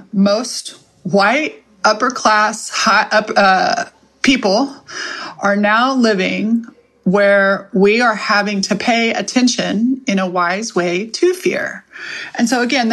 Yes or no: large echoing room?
no